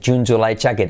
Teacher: Es como una che, pero activando las cuerdas.